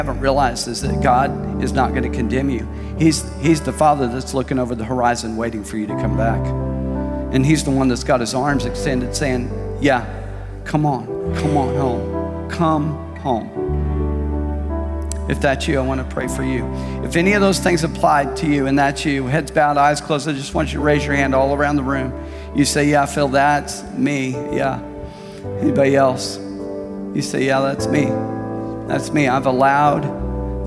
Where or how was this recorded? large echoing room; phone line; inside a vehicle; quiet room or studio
large echoing room